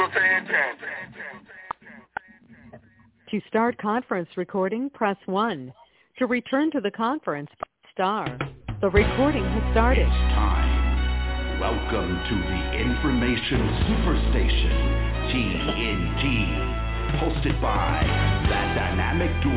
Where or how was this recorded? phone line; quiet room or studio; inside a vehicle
phone line